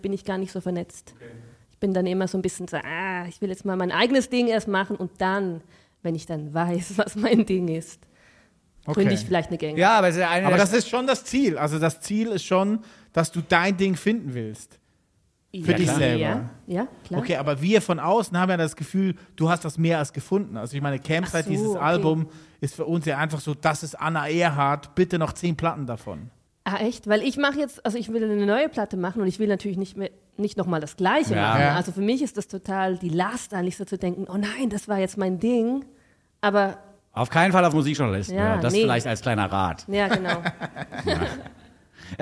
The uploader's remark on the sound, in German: Live aus der Botschaft der Schweiz in Berlin. Live vor Publikum. Der Berliner Alphorn Verein.